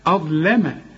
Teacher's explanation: الظاء فخمها ورقق قبلها الهمزة واللام رققها